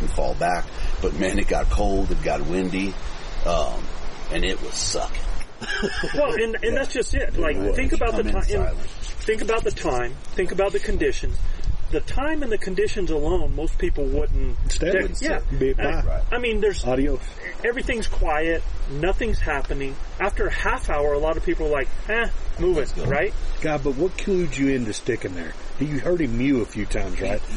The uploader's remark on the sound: We are live from the ElkBros Elk Adventure Camp 2023! During an actual late September elk hunt.